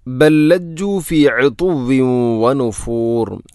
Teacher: ഇവിടെ ബല്ലജ്ജു, ബൽ ലജ്ജു എന്നല്ല, ബൽ ലജ്ജു. ഒന്നാമത്തെ ലാമിനെ രണ്ടാമത്തെ ലാമിലേക്ക് ഇദ്ഗാം ചെയ്യുന്നു, കൂട്ടി ലയിപ്പിച്ച് ഒതുന്നു